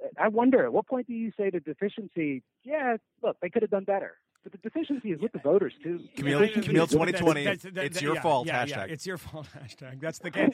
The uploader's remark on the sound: Calls In From Easter Island